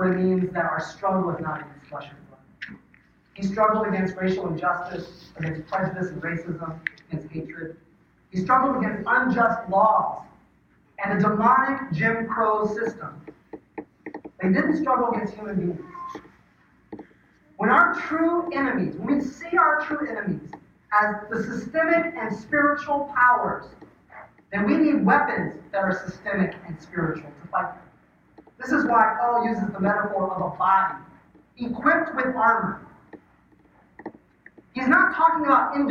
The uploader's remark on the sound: The audio for this sermon is not up to our typical standards